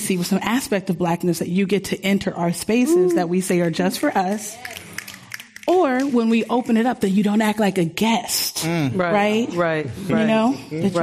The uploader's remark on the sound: This program was recorded in front of a live audience at The Commonwealth Club of California in San Francisco on October 25th, 2019.